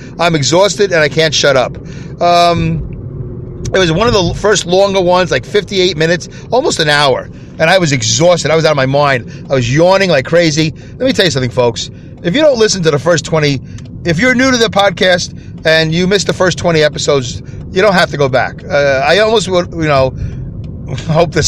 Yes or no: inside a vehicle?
yes